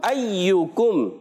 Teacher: یا مشدد اچھے انداز سے یا جیسی آواز نہیں ادا ہوگی، اس سے بچنا ہے. اور یا پر بھی پیش ہے کاف پر بھی پیش ہے، دونوں کو ہونٹ گول کر کے ادا کریں گے